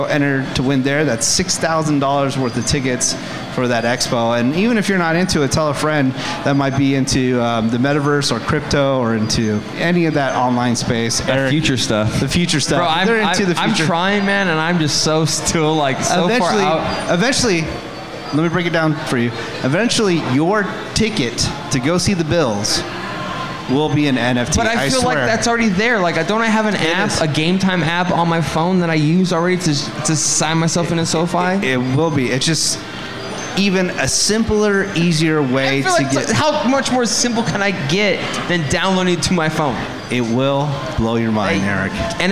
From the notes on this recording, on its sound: Live from Morongo!